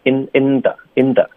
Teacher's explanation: In the 要咬舌尖发 n